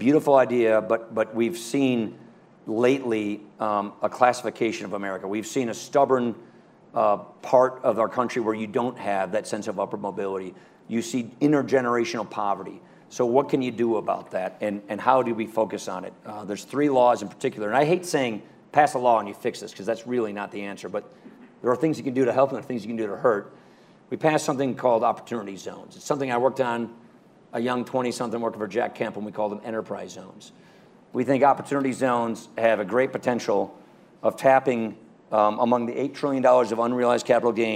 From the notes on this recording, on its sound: Their conversation was held June 23, 2019 at the Aspen Ideas Festival